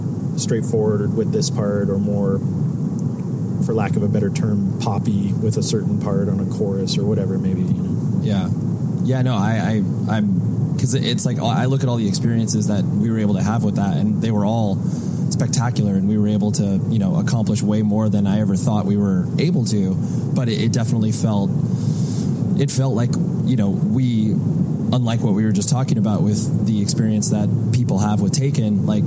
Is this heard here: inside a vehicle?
yes